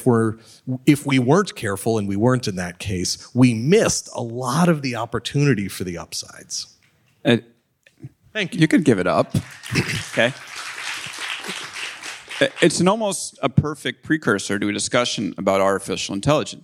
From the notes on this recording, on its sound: A taping in front of a live audience at Summit at Sea.